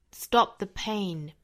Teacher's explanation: 尾部的 p 的发音我们做一个不完全的爆破。那我相当于是我们只摆口型但是不真正的出来，不爆破出来啊。Stop the pain.